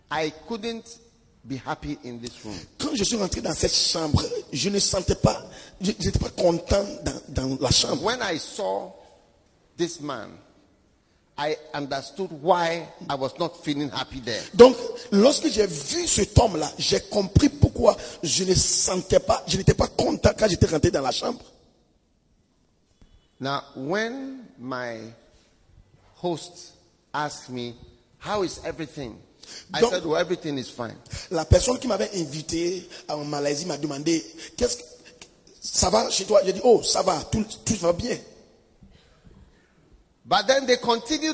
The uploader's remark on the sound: Preached at the day 1 of the Healing Jesus Campaign Pastors Conference in September 2023, Pointe-Noire, Congo Brazzaville.